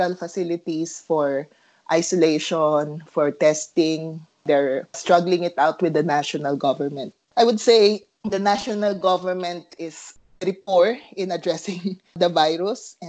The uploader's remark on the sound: A skype Interview